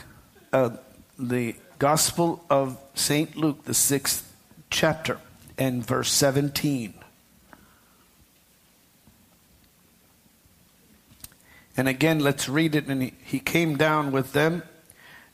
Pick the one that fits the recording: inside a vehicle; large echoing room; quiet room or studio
large echoing room